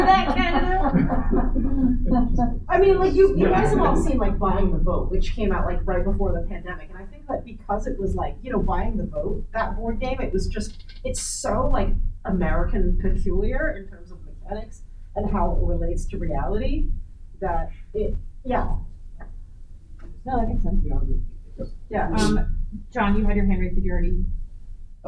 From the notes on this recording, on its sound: Recorded at Metatopia 2023